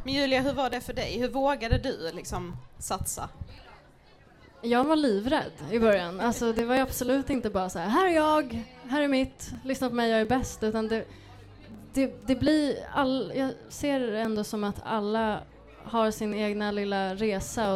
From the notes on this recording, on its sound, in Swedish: Livepodd från den 1/6 under Järvaveckan, hos Make Music Matter.